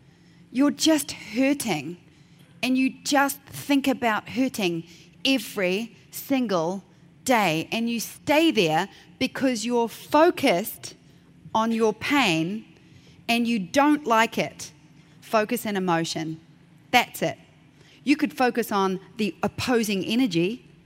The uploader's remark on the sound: keynote at the 2019 Portrait Masters Conference